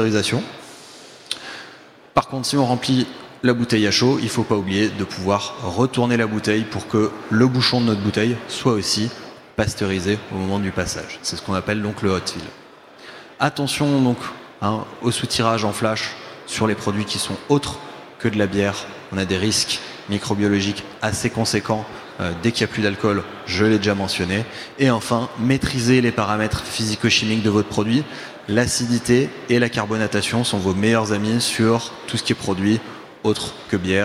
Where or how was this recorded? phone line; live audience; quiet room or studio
live audience